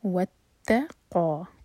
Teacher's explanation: قاف ہیوی، قاف پر فتحہ ساتھ میں الف، سو دو حرکہ لمبا